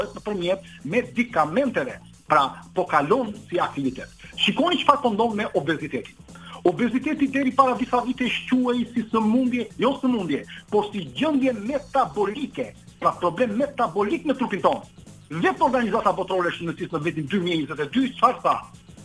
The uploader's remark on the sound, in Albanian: Në një lidhje telefonike nga Suedia për “Live From Tirana”.